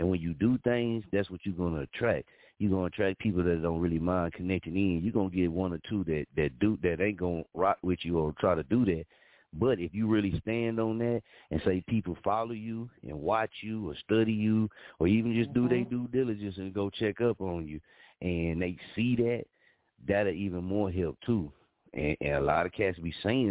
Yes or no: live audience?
no